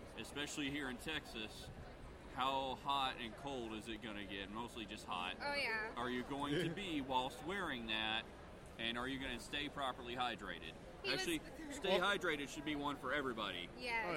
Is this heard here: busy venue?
yes